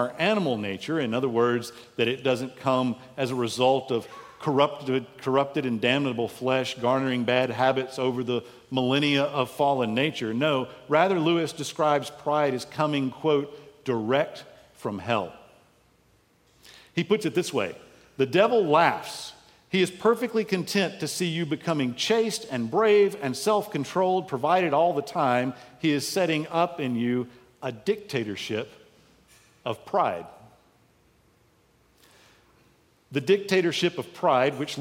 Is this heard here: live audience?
yes